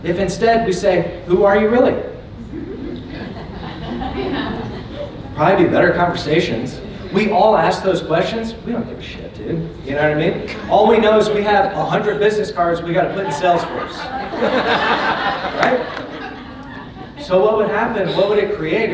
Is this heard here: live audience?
yes